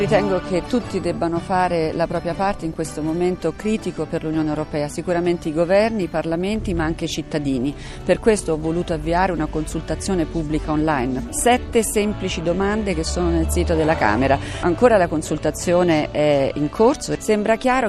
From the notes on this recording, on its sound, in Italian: In diretta dalla riunione dei Presidenti dei Parlamenti europei